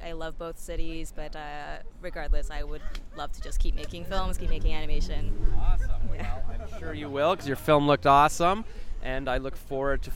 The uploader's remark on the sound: I interviewed her at Ottawa International Animation Festival on Sep 24, 2022.